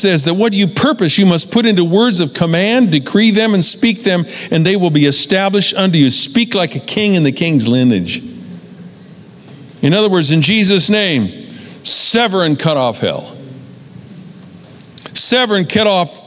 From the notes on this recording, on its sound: Recorded live at Capital Church in Meridian, Idaho